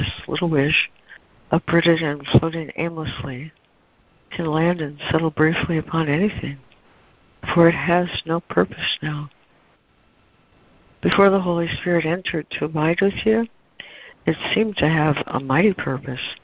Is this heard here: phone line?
yes